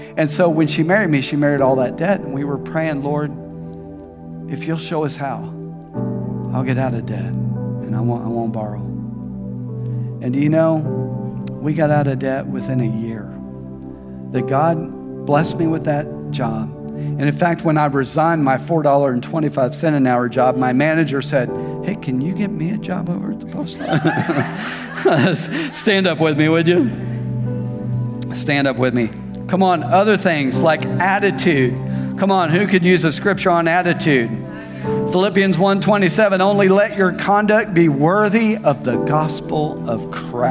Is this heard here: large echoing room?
yes